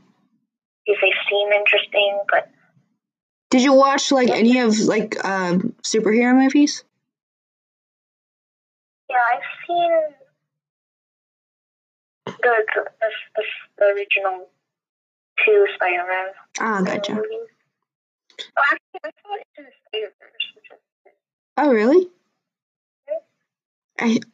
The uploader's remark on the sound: I'm sorry for the horrible audio quality today. I did not realize that my phone speaker was not facing the microphone on my laptop until I went back and listened.